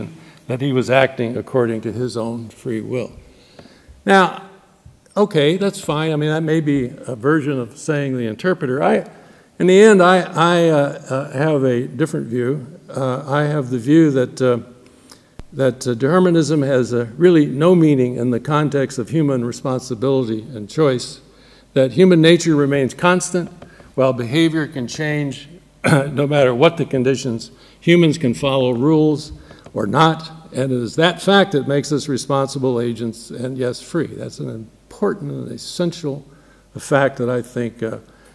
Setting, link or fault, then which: setting, large echoing room